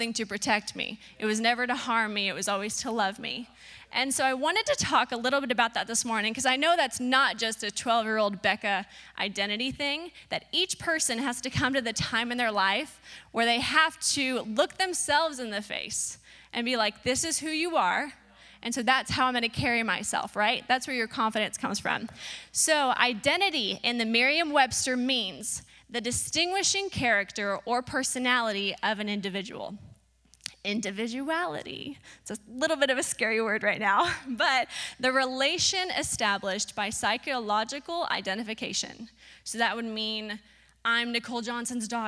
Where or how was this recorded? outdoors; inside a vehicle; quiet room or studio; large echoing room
large echoing room